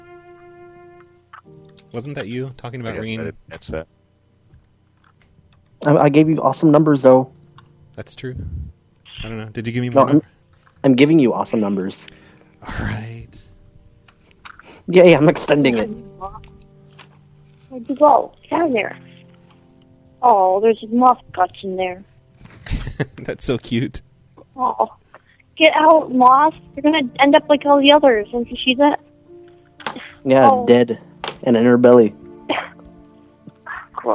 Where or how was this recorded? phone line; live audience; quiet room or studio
phone line